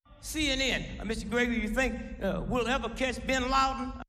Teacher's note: Note how he stressed the content words. He seemed to call attention to the nouns, Bin Laden, Mr. Gregory, and CNN. He also stressed the verbs think and catch, and the adverb ever.